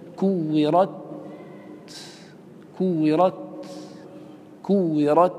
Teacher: فيها همس، بمعنى أن النفس يمشي لكن الصوت لا يمشي